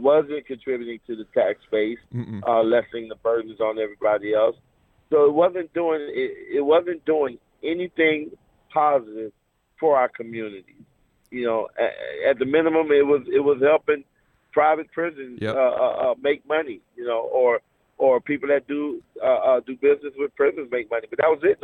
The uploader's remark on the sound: we spoke by phone